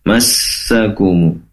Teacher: di situ pastikan ada tasydid di sin ya. Ditahan durasinya. Mas tasydid.